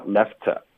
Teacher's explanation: 那 left 的这个 t 的音跟 to 的 t 的音有点重复了，所以我们就省一个